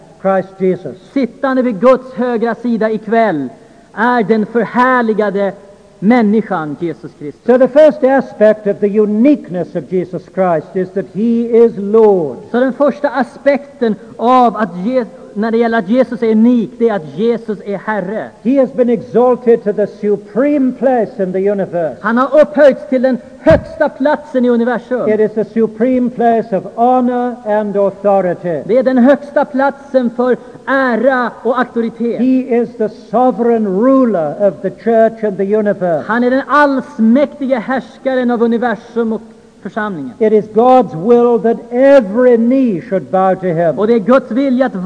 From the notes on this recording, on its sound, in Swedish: Inspelad i Saronkyrkan, Göteborg 1992-05-21.